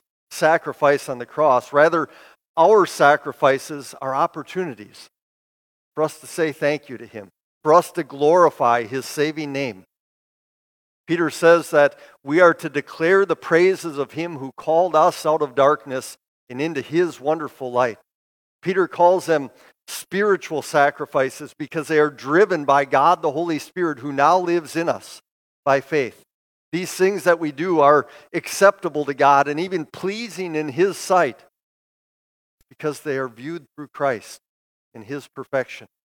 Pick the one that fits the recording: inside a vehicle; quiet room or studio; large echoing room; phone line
large echoing room